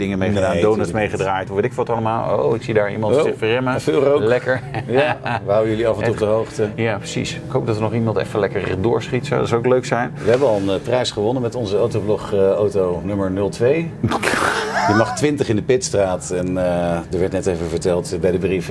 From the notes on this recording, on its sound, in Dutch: Dit keer niet vanuit de vertrouwde studio maar vanaf TT Circuit Assen! Live tijdens de Junkyardrace.